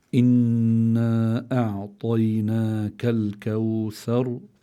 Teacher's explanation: في عنا في الكلمة الأولى نون مشددة، وحكم النون المشددة أنها تغن دائما، كما قال بعض من ألف في التجويد: وغن ميما ثم نونا شددا، وسمي كلا حرف غنة بدا. يعني يجب إظهار غنة النون وغنة الميم حال تشديدهما، لما بتكون النون مشددة ولما بيكون الميم مشددة يجب إظهار غنتهما، وهي بتكون في أقوى حالاتها.